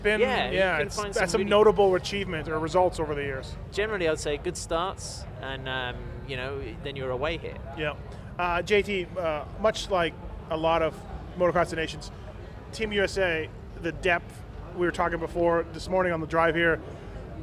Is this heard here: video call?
no